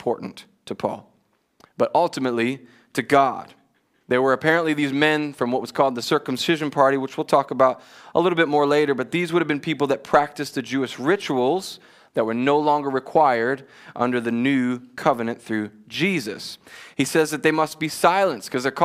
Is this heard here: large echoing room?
yes